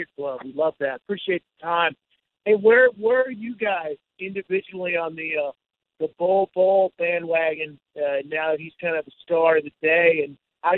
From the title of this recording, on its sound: NBA Conference Call